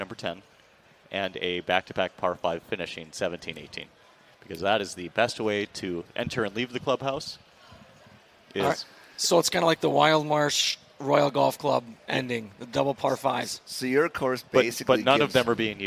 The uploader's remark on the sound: At the Minnesota Golf Show, we were joined on stage.